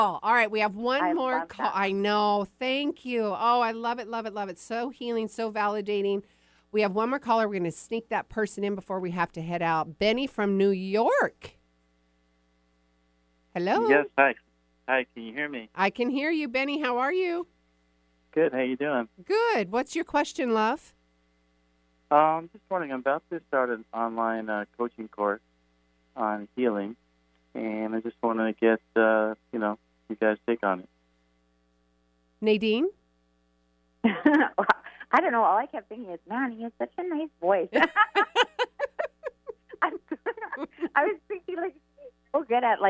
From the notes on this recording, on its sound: Listener calls + live readings!